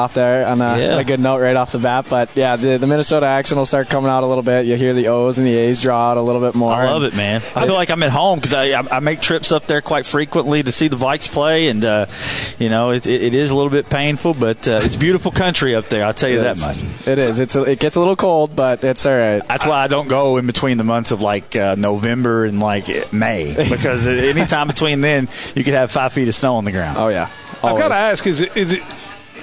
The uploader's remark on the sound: live from BJ Brewhouse in Evansville